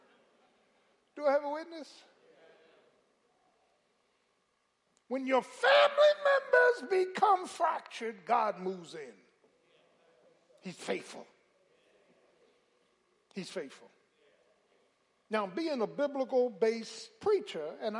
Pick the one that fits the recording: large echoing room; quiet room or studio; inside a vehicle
large echoing room